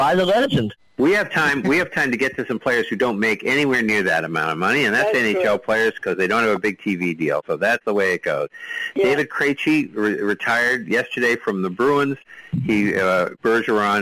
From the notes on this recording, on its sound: We talk all things sports and take your live calls.